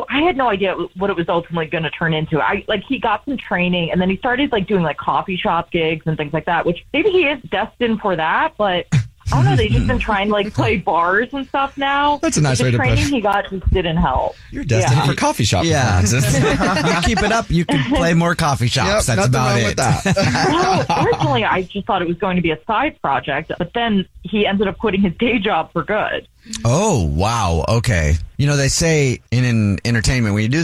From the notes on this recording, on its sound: We have a guy on the phone. There is a caller on the phone.